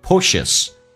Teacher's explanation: push 短元音，在 woo 的基础上空间再大一点，定位吸气收小腹 pushes.